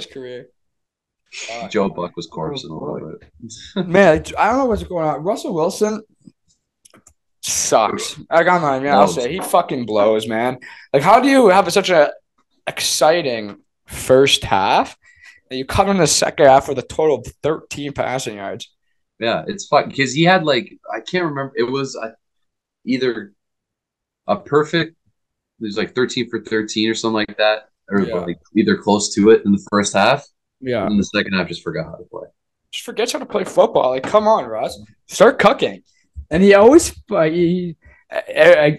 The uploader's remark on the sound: back on zoom for this week